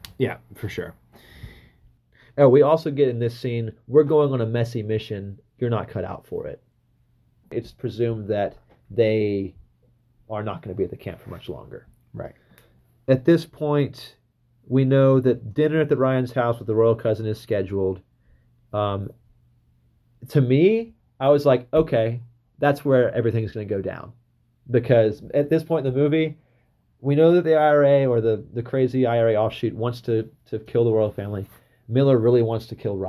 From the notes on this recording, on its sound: If you're an audiophile and can't stand lesser quality recordings. This first episode was recorded as an experiment.